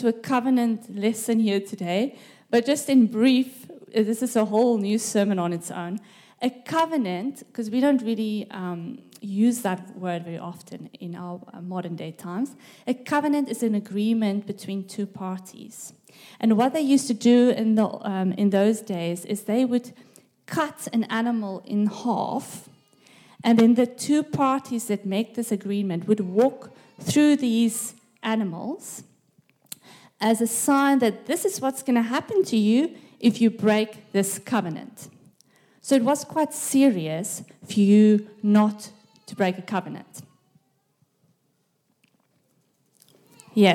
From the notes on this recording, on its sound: This message was recorded live at our Malmö Gathering on Sunday, May 28th, 2023.